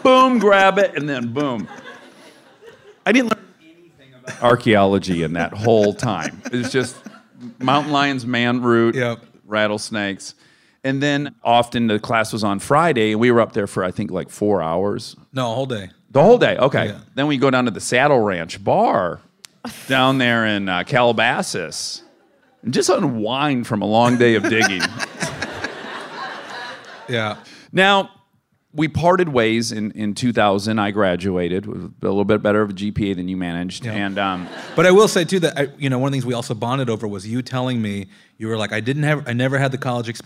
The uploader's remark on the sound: Armchair Expert Live from Los Angeles at UCLA.